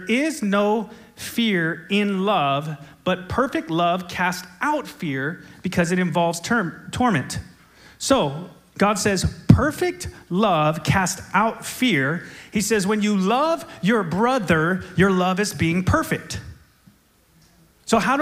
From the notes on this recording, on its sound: SOZO Church, Belfair Washington